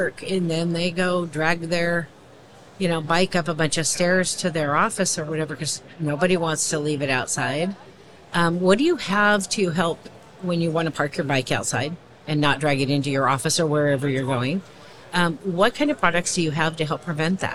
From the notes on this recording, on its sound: a conversation from our live podcasting event at the 2023 AIA Conference on Architecture in San Francisco, California